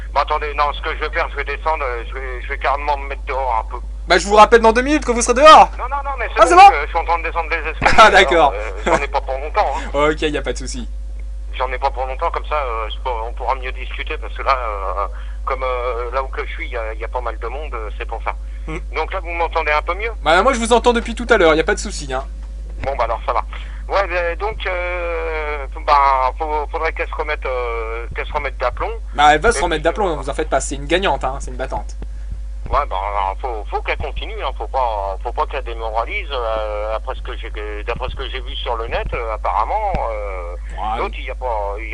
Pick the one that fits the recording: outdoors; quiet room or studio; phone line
phone line